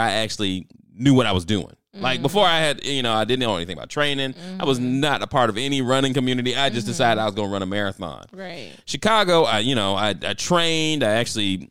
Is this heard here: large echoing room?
no